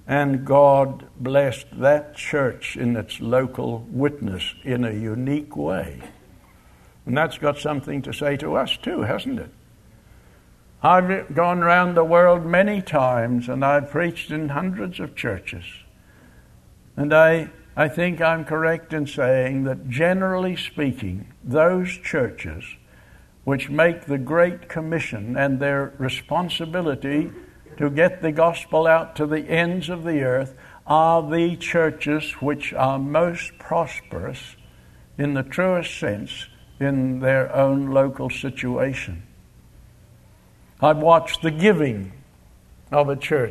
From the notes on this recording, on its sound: Location: Grace Bible Church Anderson. Guest speaker at the Fall Bible Conference at Grace Bible Church.